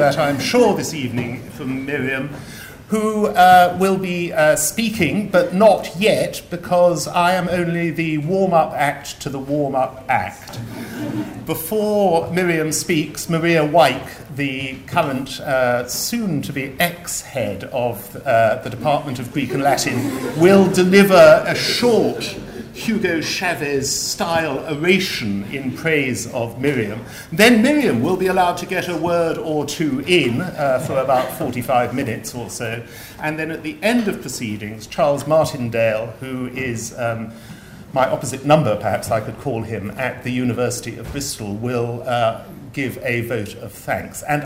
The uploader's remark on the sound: Inaugural Lecture